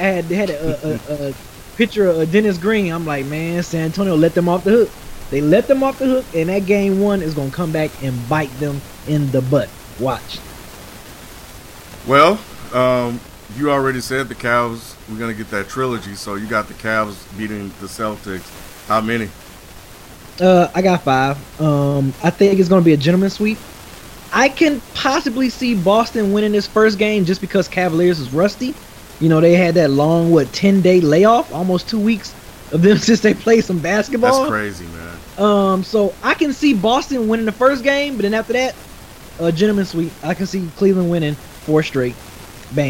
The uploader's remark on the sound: Please note there is a hissing noise in the recording.